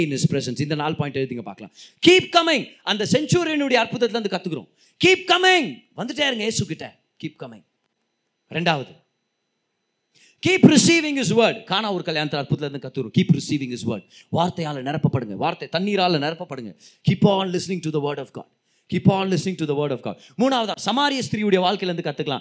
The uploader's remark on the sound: Singles Meet-June 2022. Preached in the special singles meeting.